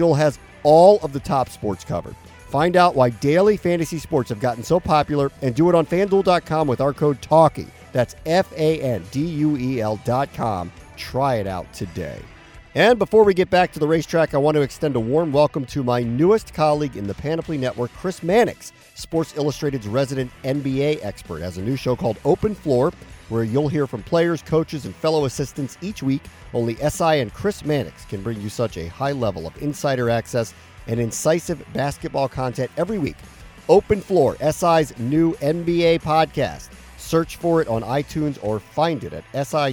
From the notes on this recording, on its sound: There’s no better place for our resident pair of degenerates to record their latest show than the racetrack. Posted up at Laurel Park for Maryland Millions Day. Taking wild race predictions from a nearby pair of mother-daughter prognosticators.